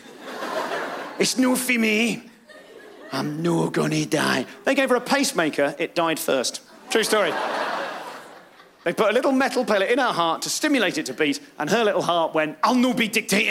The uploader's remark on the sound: Tuesday night live comedy